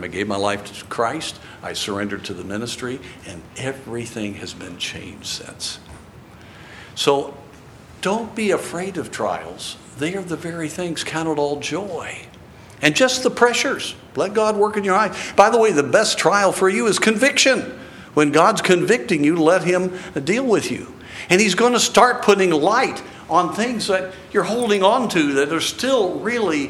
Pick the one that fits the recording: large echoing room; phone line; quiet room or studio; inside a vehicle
large echoing room